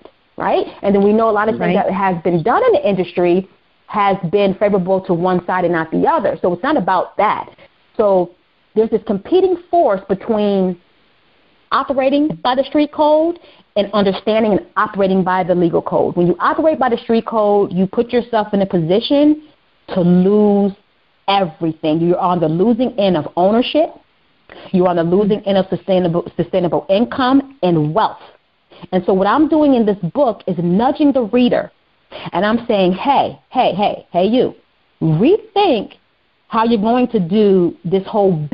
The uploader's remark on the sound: On the phone with special guest